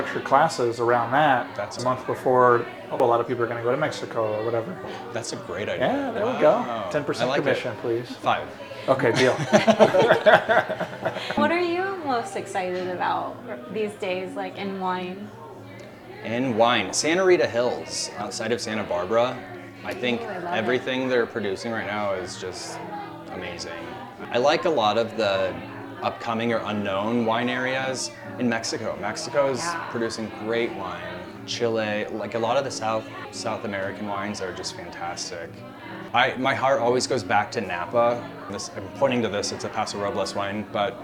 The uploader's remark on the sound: This week we report live from the Foodie 500 mixer